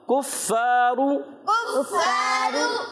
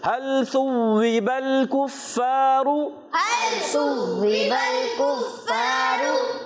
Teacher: کاف کو باریک رکھنا ہے، فا پر تشدید آگی، فا کی ادائیگی کلیئر رکھیں گے، را پر پیش آنے کی وجہ سے پر ادا کریں گے.